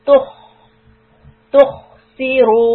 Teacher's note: So here the خ is heavy. So from تو I will raise the back of the tongue.